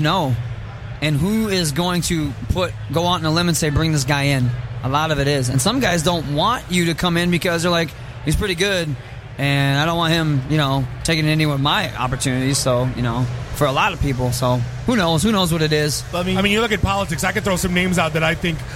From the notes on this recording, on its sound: Live From Motor City Comic Con.